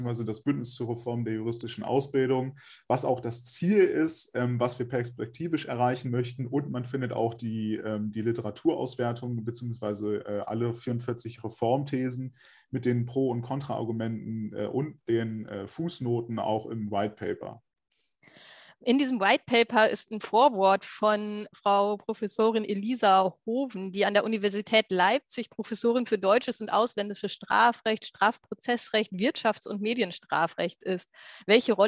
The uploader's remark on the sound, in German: Das Gespräch fand online statt, daher ist die Tonqualität leider nicht wie gewohnt.